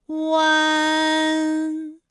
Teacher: 口型迅速地由合口变为开口状，舌位向前迅速滑降到不圆唇的前低元音“啊”的位置呢，就开始升高。发“啊”后，软腭下降，逐渐将鼻音色彩增强，舌尖迅速移到上齿龈部，最后抵住上齿龈，发出鼻音“呢”的状态。看啊，大家感受一下从合口改为开口状的状态，弯，是不是先从合口，然后最后变成了一个开口的状，然后最后尾音的时候呢，是要到达一个鼻腔，发出一个鼻音呢的状态，弯，哎，它就发完整了。好，大家依然跟我来读一组词啊，贯穿，贯穿，软断，软断，酸软，酸软。好，我们继续再来发吁安的音。发音的时候呢，由圆唇的后高元音吁开始，向前低元音啊的方向滑降，舌位只降到前半低元音 i 略后的位置就开始升高。发 i 之后呢，软腭下降，逐渐增强鼻音色彩，舌尖迅速移至上齿龈，再抵住上齿龈，做出发鼻音呢的状态。来跟我感受一下啊，吁，吁安。好，大家一起来跟我发下面这组例词。源泉，源泉，轩辕，轩